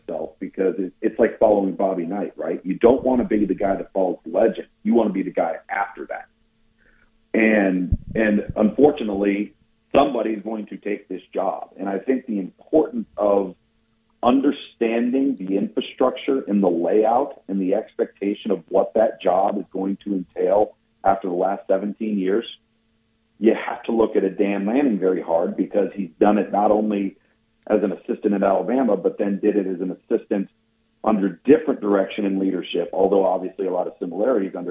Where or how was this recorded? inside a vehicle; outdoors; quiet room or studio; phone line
phone line